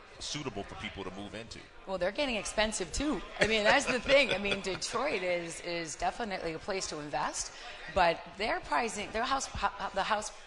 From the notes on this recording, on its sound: live from StartupNation for the 'JR Morning Holiday Breakfast